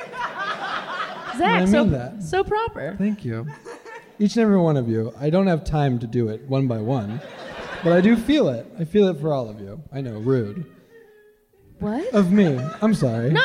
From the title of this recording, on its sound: Live! from SF Sketchfest